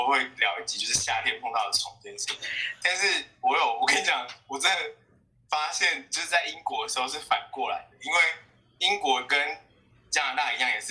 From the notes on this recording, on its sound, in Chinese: 希望大家不要太介意這不佳的錄音品質。也希望疫情過去後我們也能開始跟朋友見面重新進行面對面錄音聊天的日子。